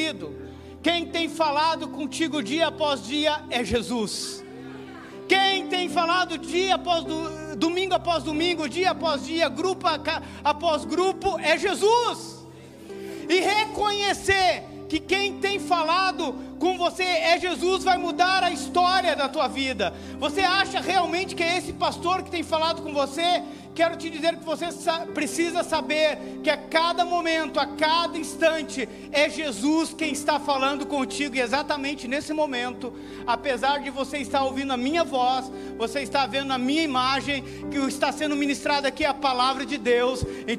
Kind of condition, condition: setting, large echoing room